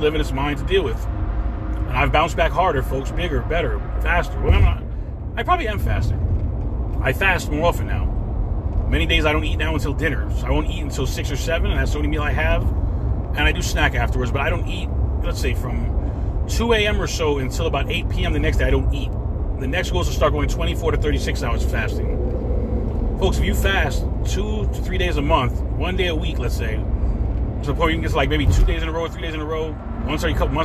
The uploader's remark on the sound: In this CarCast